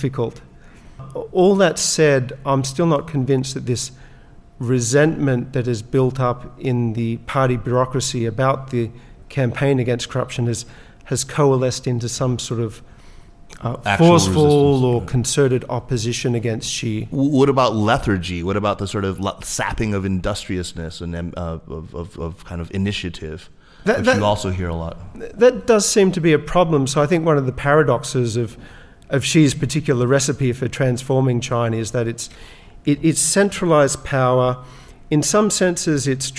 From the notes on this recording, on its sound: Recorded with a live audience in Beijing.